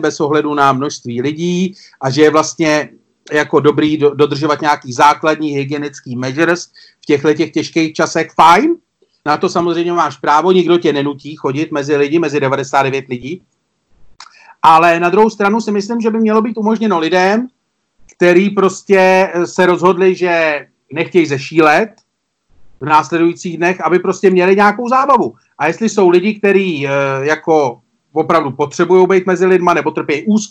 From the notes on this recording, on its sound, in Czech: Pozor, tento díl podcastu jsme natočili přes Skype.